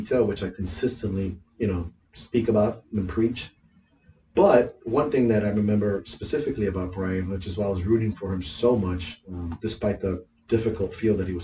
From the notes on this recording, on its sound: We apologize for the sound quality; we have figured out the problem so this shouldn't happen again.